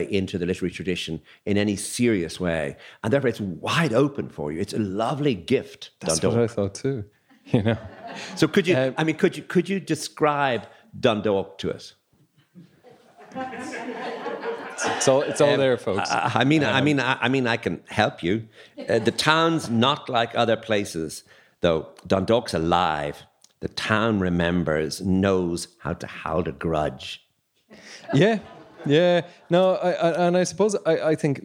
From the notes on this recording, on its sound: Recorded with a live audience in Letterkenny library.